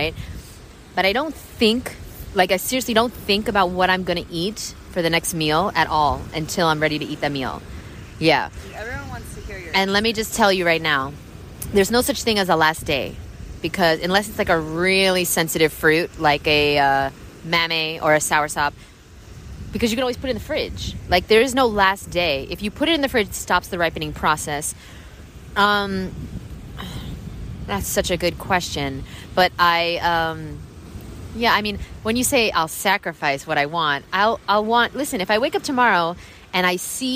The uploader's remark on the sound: Sorry for the terrible audio quality we recorded this while eating dinner at the beach.